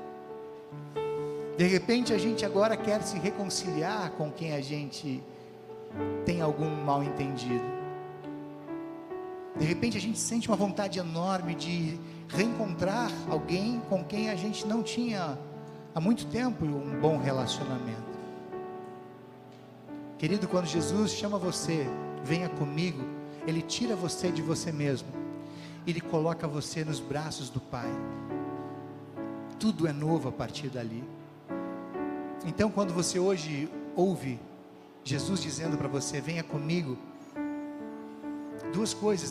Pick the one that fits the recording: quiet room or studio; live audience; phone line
live audience